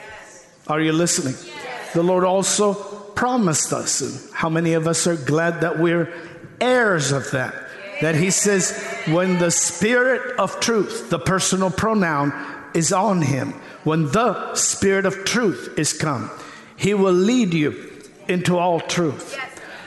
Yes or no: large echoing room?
yes